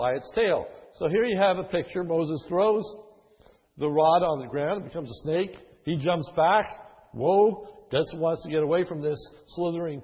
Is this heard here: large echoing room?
yes